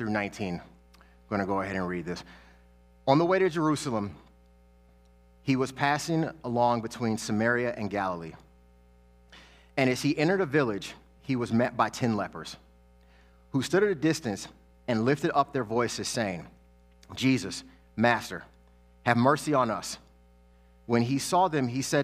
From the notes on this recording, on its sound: Sermons that he preached at New Life Church in Lakewood, Ohio.